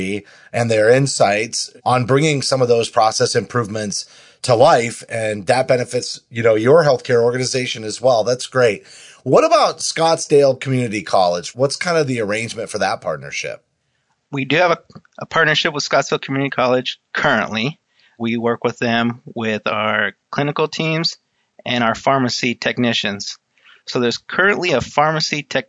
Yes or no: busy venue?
no